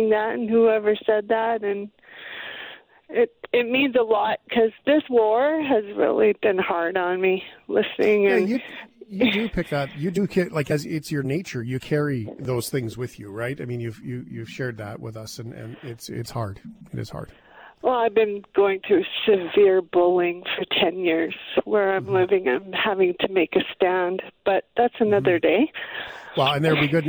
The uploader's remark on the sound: Phones in with an inspiring story for Good News Tuesday!